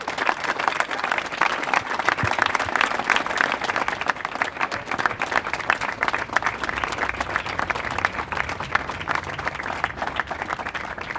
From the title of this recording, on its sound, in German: Aufzeichnung einer Kundgebung am 14. September 2022 in Wien 2